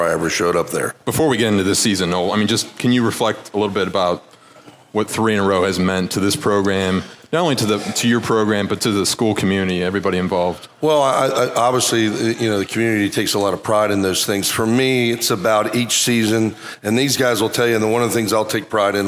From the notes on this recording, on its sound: The WCPO High School Insider Podcast is taking a road trip to the Fort Wright Chick-fil-A location.